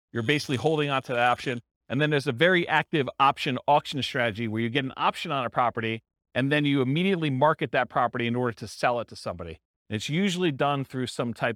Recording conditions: live audience